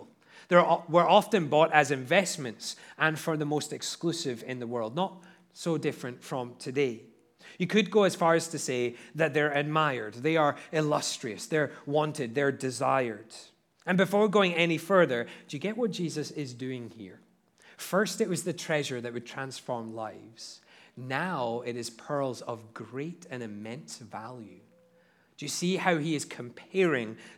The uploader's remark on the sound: at Liberty Baptist Church in Liberty, Missouri